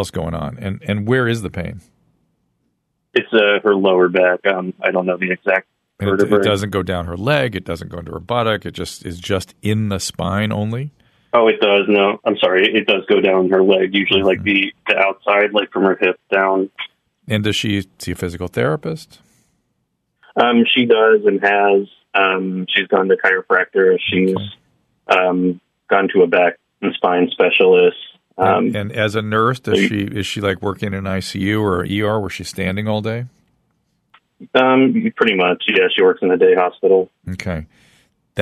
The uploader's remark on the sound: Jumps in studio without a guest and takes listener phone calls.